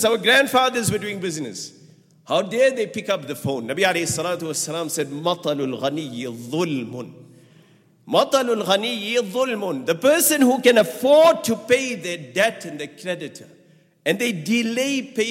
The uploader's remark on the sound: at the Houghton Masjid (West Street)